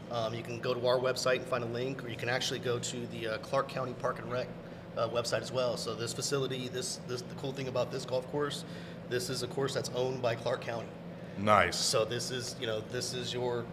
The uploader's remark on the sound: Recorded at Golf Club at Sunrise